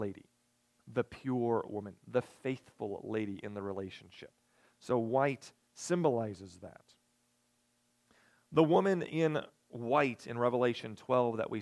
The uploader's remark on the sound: recorded the evening of September 24, 2022, at Ringgold Seventh-day Adventist Church.